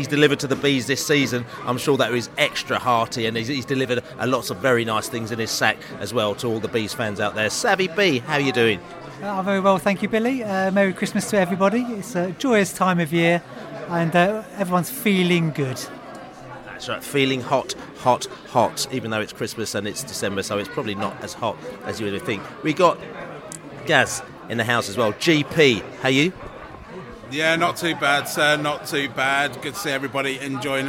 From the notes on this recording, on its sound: live and direct from The George IV pub in Chiswick